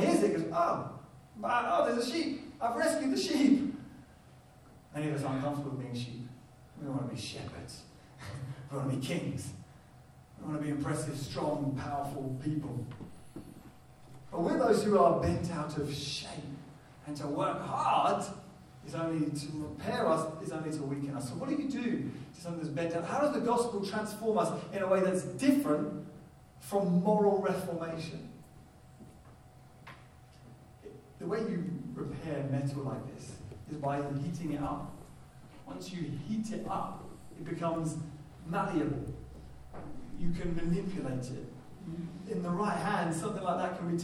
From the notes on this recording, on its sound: Poor Audio Quality